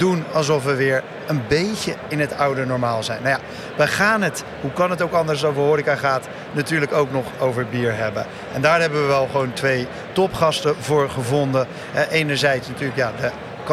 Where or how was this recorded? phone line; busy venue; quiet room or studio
busy venue